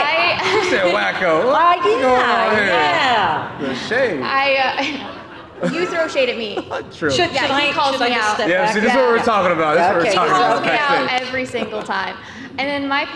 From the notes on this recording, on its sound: live from the stage of The Englert Theatre as part of EntreFEST 2023